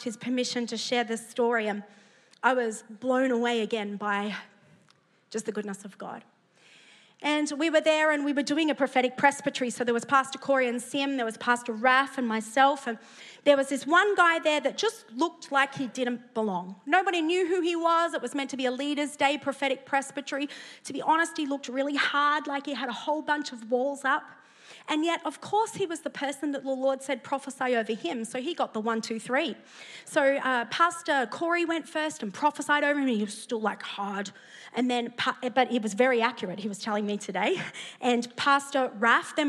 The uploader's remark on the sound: preached at Neuma Church Melbourne City Location